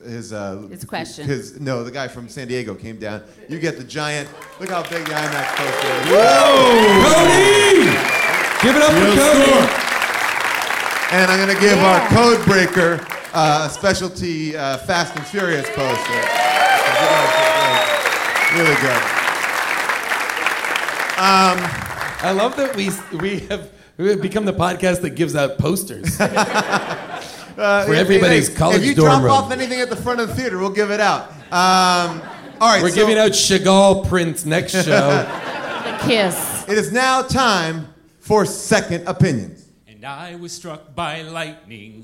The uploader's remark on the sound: Recorded live from Los Angeles at Largo at the Coronet